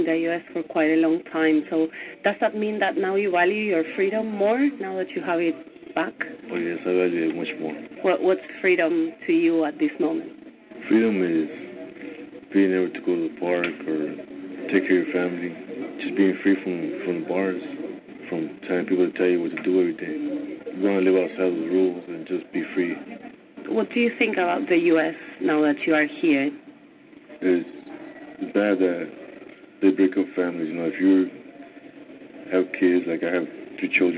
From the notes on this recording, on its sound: News and your phone calls tonight "LIVE".